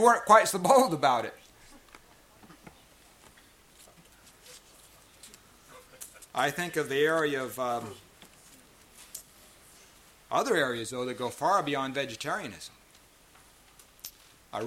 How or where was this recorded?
live audience